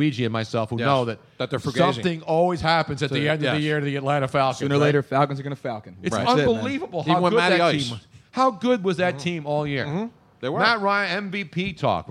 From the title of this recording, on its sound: Live from MOONSHINE